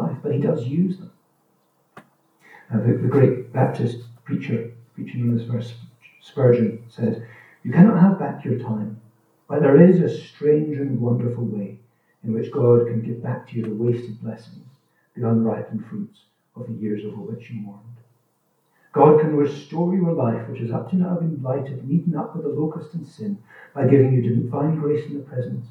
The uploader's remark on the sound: This recording is of low quality, due to technical issues, but should be audible throughout.